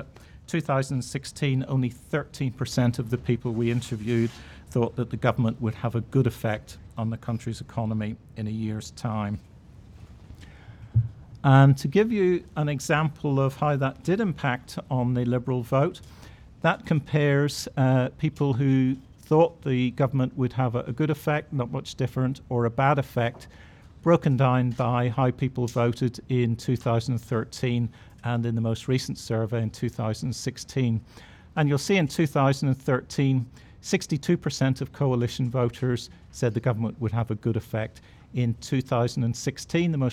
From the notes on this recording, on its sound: live from Parliament House